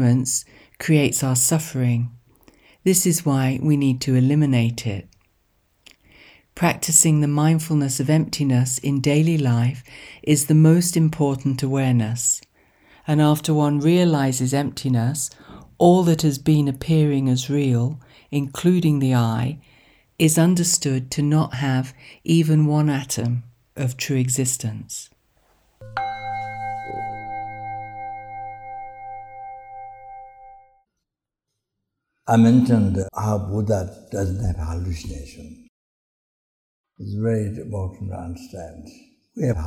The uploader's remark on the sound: The teaching for this episode was recorded on June 30, 2019, at Ganden Buddhist Centre, Latvia.